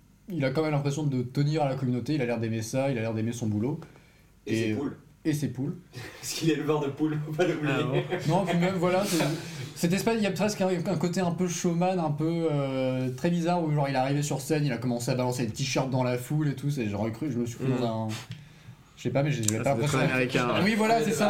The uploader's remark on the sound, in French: Avec un son dégueulasse. On a eu un petit accident de prise de son et en dépit des essais de rattrapage, ça n'a pas donné grand chose. Encore désolé pour le son dégueu.